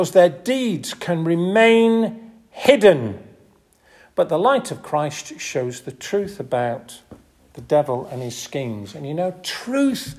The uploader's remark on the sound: This audio recording was taken from the 10:30 Cafe style service at St Oswald's Church, Askrigg